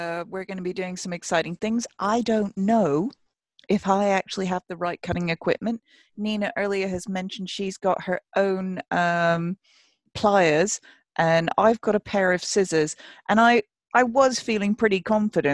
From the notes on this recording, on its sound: This episode was recorded via Zoom cus we were still in lockdown